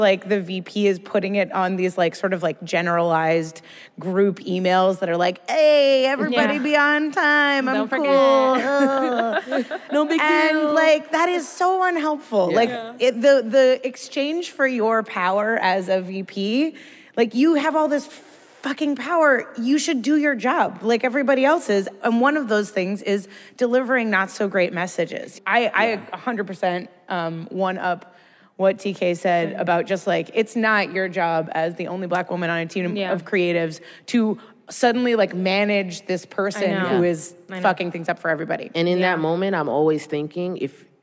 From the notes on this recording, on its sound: We recorded this episode live onstage at Werk It, the women’s podcasting festival from WYNC Studios, earlier this month at the Ace Hotel in Los Angeles.